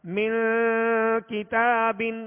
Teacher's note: تا پر کھڑا زبر ہے جو کہ الف مدہ کے قائم مقام ہے، اس کو ایک الف کی مقدار میں کھینچ کر پڑھیں گے